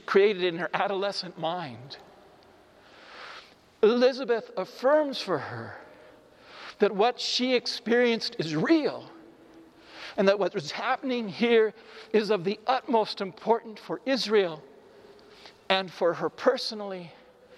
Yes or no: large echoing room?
yes